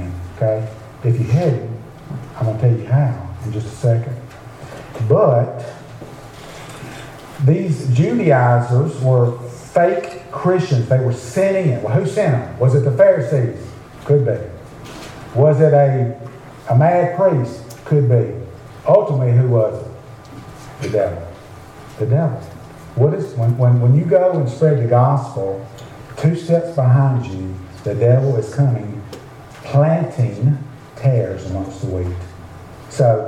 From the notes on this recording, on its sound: preach at Beaver Baptist Church in Brighton